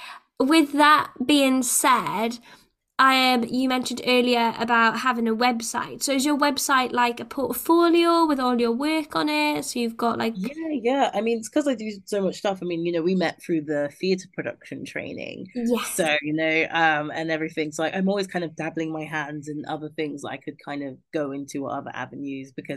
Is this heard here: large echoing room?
no